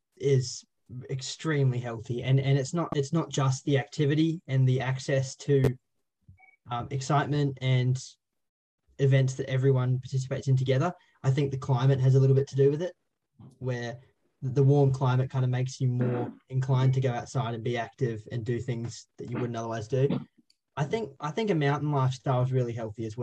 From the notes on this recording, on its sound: Brought to you via Zoom, as the team call in from home. Due to current lockdown restrictions.